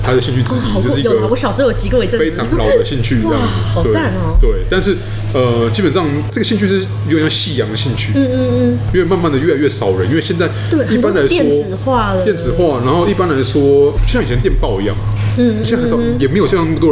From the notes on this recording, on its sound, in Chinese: 本集白噪音指數：蚊風級 1/5。錄音地點： Leisure Cafe。